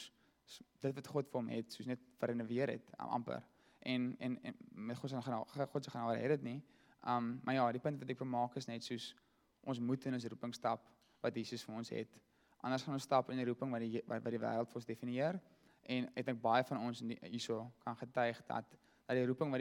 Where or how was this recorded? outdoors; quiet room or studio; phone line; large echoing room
large echoing room